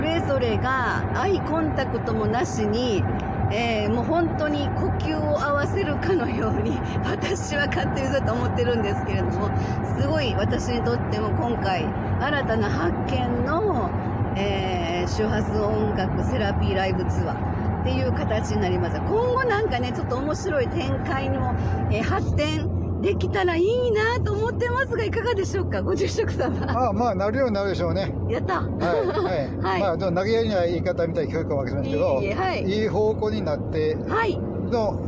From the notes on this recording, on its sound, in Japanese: 九州ライブツアー音声記録。兵庫県養父市のラストLIVEに向けて、移動中の車の中で収録。聴きづらくてすみません。Stand.fm。